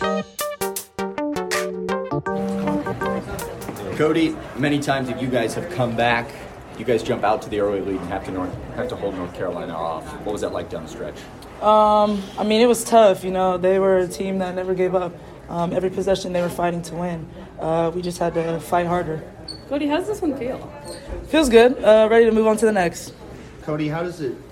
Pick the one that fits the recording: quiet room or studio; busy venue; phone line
busy venue